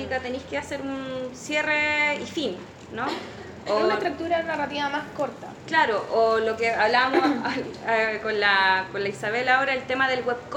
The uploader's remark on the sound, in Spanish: En vivo.